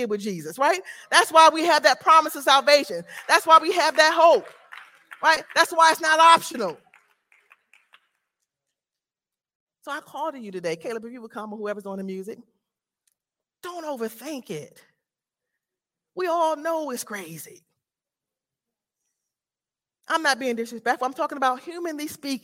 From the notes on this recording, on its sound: This sermon was recorded live on August 14, 2022 at Newark United Pentecostal Church.